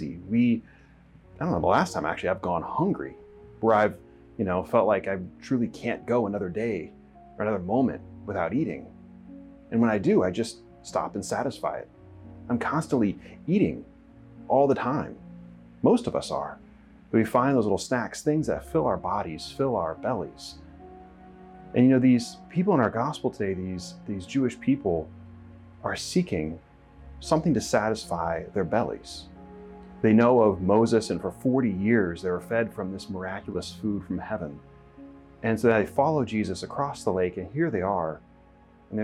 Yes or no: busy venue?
no